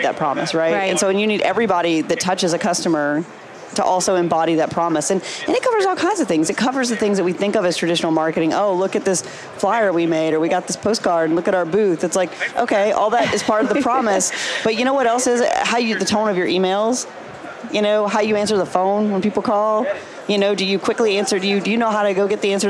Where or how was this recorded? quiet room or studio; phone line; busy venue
busy venue